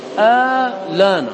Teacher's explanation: هذا إذا في غير مذهب قالون ورش، لأن قالون ورشا لهم تصرف آخر في هذه الكلمة، وذلك أنهم ينقلون حركة الهمزة من آنا إلى اللام